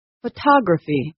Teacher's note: in the word photography, I stressed the second vowel, ah. I said it louder and longer than the other vowels. · Term: primary stress